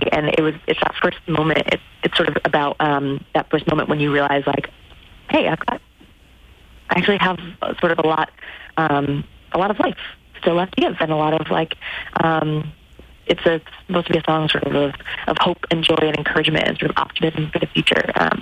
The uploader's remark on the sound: Social distancing via phone.